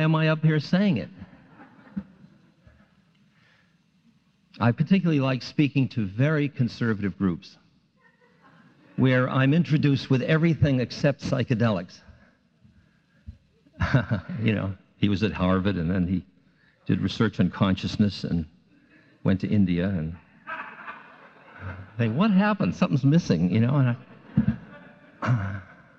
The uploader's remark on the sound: This special talk given at the 1994 Psychedelics Symposium at Chapman College.